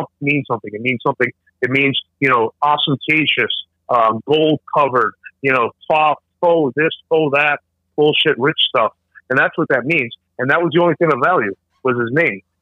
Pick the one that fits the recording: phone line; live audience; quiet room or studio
phone line